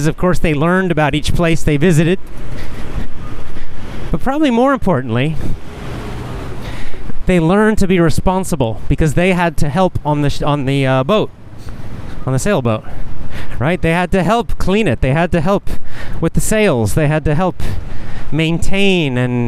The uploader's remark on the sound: A casual chat while walking.